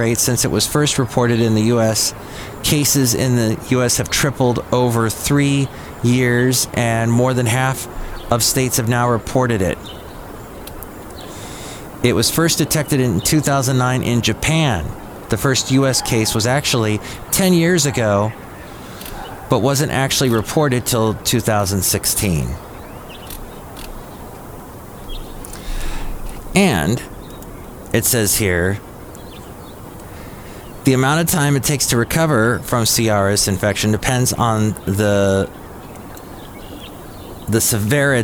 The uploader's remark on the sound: podcasts live from Cafe Anyway